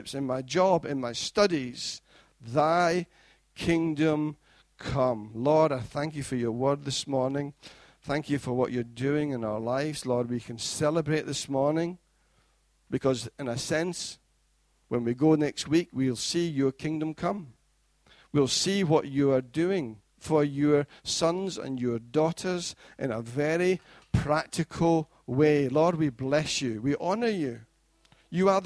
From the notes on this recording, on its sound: Recorded at freedomcentre church, Preston